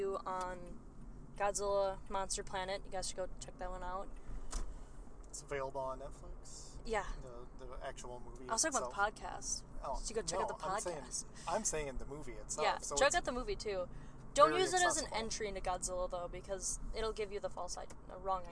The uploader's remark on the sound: Drive Time Special. Hop in the car and take a drive to and from the theater.